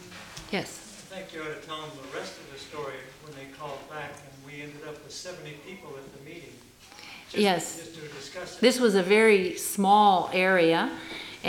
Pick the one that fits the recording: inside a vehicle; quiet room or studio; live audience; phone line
live audience